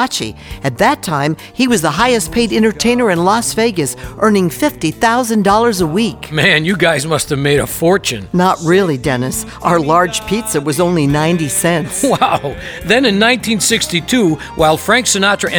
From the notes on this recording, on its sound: Live at the SouthPoint Casino